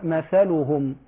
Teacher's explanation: بعض الناس يختلس الحركة فيقرأ مثلهم · Term: الاختلاس